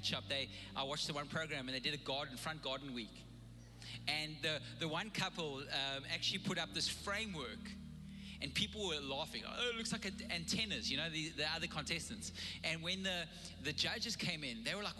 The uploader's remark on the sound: Recorded live on Sunday the 31st October 2021